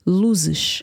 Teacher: tricky because you switch from z to sh